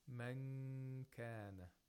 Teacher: you have to make a nasal sound for two vowel counts. · Term: ikhfa